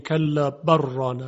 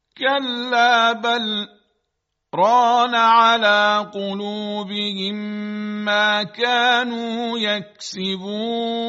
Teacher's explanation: لام بل جدا میشه از رانا و سکت آورده میشه در روایت حفص از عاصم · Shown in: second take · یعنی نمیگیم کلا بر رانا، بلکه میگوییم کلا بل رانا، یک سکتی میاریم، به مقدار دو حرکت مکس میکنیم، نفسم نمیکشیم و به این شکل خونده میشه.